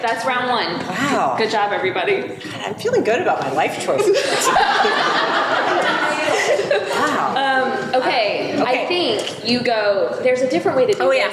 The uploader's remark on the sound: A recording of our live show from The Bookshelf’s September Reader Retreat. We hope you'll visit beautiful Thomasville, Georgia.